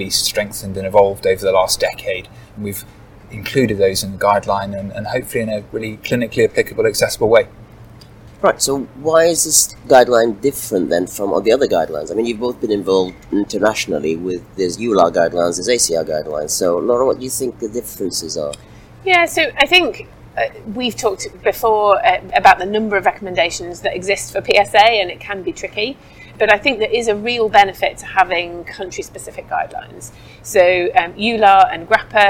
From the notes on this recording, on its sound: join us live from our Annual Conference